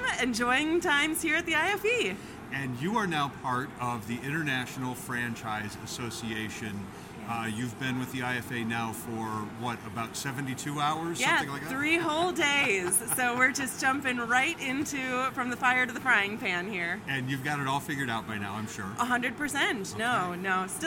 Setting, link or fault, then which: setting, busy venue